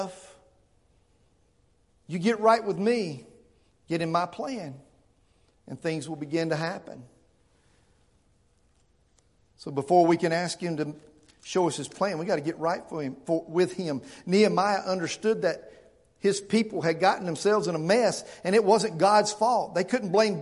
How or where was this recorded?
large echoing room